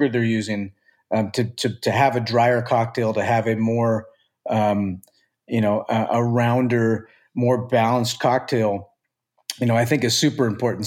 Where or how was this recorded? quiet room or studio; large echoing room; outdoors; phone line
quiet room or studio